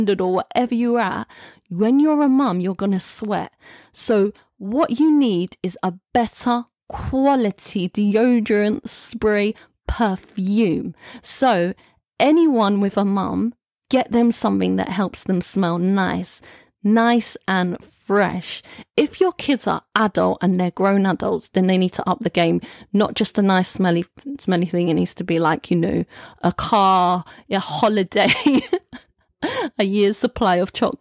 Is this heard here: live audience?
no